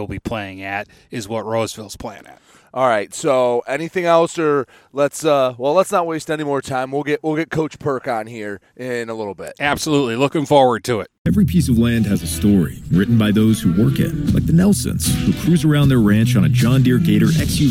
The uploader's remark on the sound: Live From Port Huron High Football Camp!